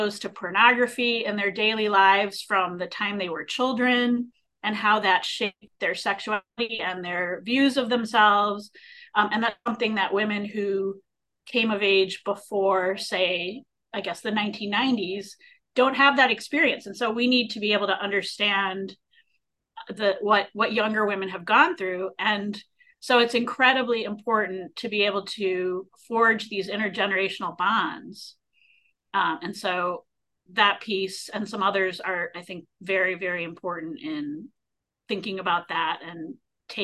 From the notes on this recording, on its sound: A live webinar